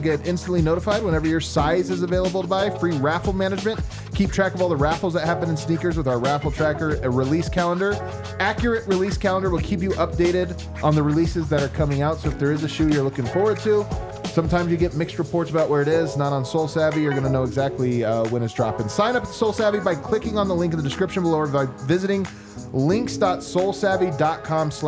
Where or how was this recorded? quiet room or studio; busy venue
busy venue